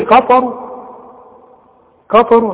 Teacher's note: الاولى علشان فيها الراء، الراء مفخمة لانها مضمومة